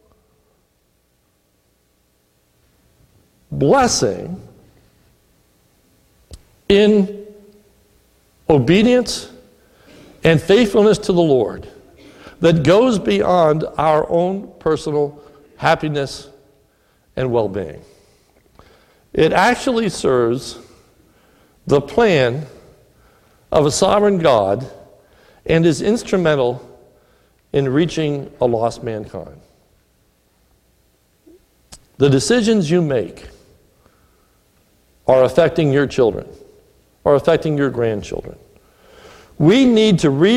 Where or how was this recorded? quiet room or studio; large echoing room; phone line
large echoing room